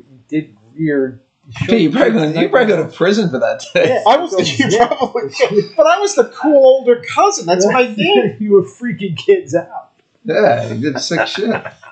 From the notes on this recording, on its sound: a ghost got into the soundboard and the next 2 episodes have audio issues.